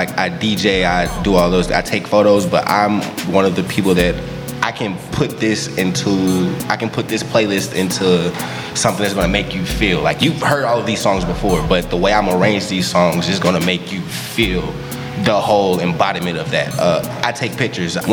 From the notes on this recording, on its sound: Recorded April 15, 2023, on site at The Griot Museum during COUNTERPUBLIC opening activities.